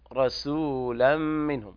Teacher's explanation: لابد أن نبين ترقيق السين، رسولا منهم هكذا حتى لا تتحول السين إلى صاد